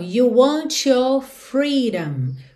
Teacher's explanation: palavras que terminam em T e depois a gente tem your que soa cho